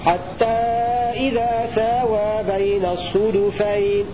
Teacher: وقرأ الباقون بفتح الصاد والدال · قرأ ابن عامر وابن كثير وأبو عمرو بضم الصاد والدال